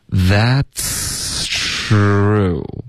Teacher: 这个 that's 的这个 ts 的音要一直持续到 true 的这个音，中间不会顿，不会断气，不会气流变得更弱 · Term: 气流一致